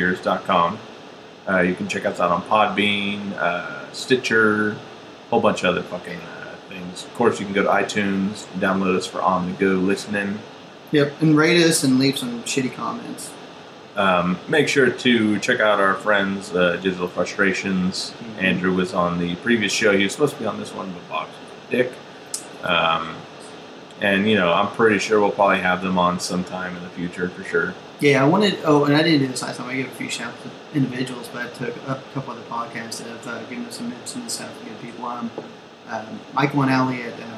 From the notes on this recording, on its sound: We had Major Technical Difficulties, and the sound quailty is awful.